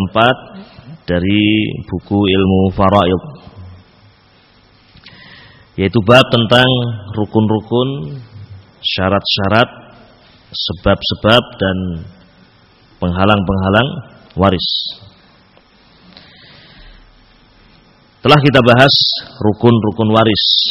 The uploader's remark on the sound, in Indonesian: Dari Masjid Ibnu Taimiyyah Sanggrahan, Grogol , Sukoharjo. File Audio 32kbps.